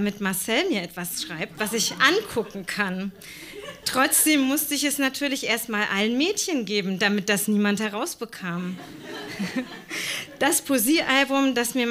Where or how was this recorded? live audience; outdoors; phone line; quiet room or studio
live audience